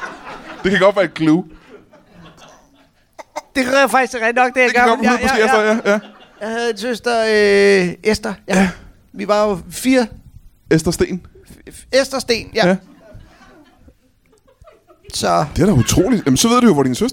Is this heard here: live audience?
yes